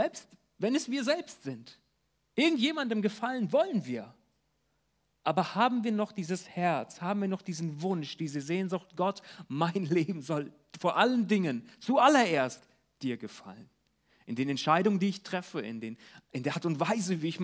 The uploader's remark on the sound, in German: Die zur Verfügung stehenden Predigten wurden im Gottesdienst der Ecclesia Kirche Göttingen gehalten